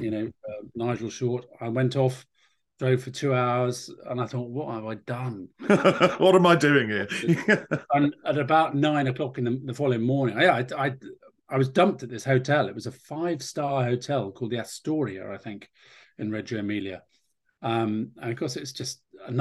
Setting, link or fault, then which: link, video call